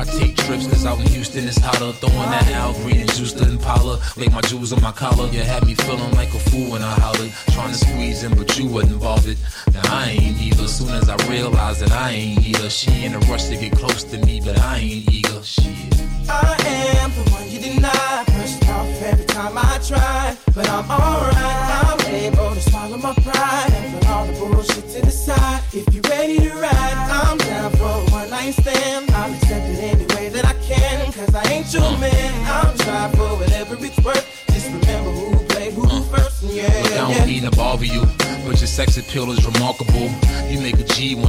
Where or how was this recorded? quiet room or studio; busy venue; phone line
busy venue